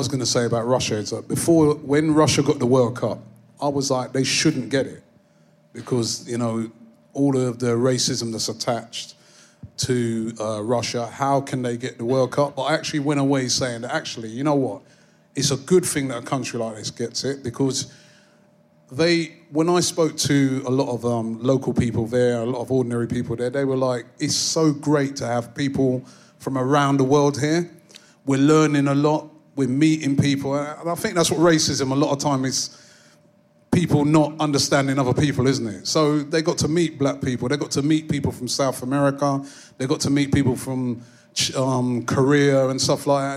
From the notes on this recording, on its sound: Highlights from our Kick It Out Live event